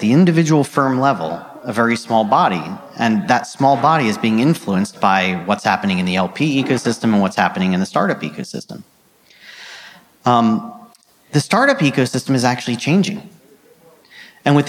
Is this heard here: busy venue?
yes